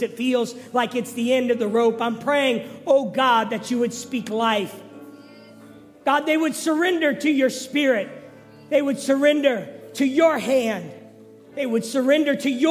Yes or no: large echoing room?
yes